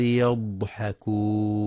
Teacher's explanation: يخطئ من يقرأ يضحكون بقلقلة الضاد يضحكون، والصواب سكونها مع الإتيان بالاستطالة